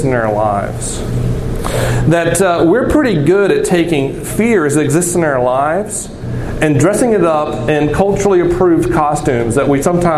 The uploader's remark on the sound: This recording is from Geneva College Chapel on Feb.